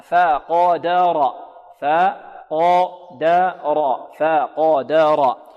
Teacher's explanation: الفاء هنا مرققة والقاف مفخمة والدال مرققة والراء مفخمة